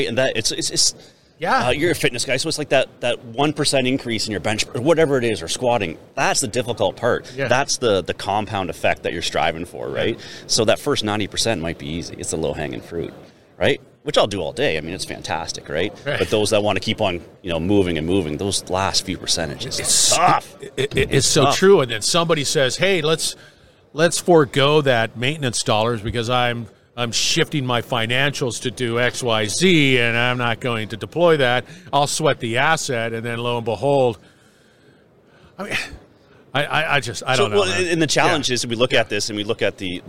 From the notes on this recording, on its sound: Industrial Talk is onsite at the 30th Annual SMRP conference. Industrial Talk is onsite at the 30th Annual SMRP conference.